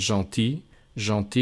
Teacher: Gentil, cuidado, no suena la L.